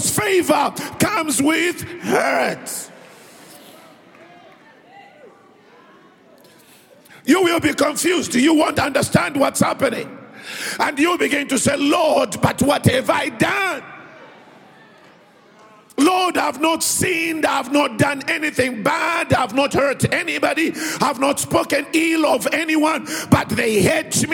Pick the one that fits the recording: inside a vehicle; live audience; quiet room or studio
live audience